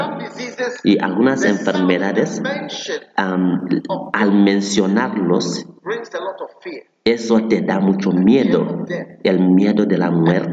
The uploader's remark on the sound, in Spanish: Predicado en Light Conference 2023, Catedral de Alabanza, Manila, Filipinas.